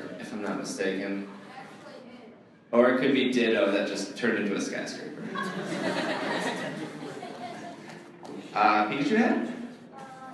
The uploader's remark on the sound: This show took place on April 27th, 2014 and had an audience of up to 300 people.